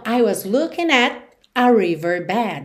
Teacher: Esse a riverbed com um novo ataque soa muito mais enfático, digamos, tem muito mais atenção do que se eu disser I was looking at a riverbed.